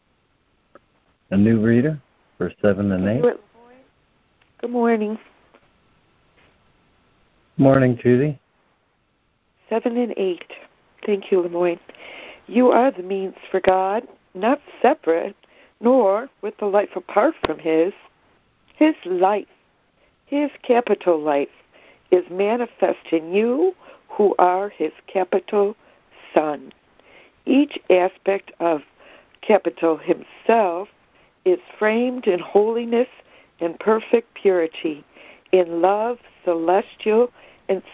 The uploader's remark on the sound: ACIM Daily Conference Call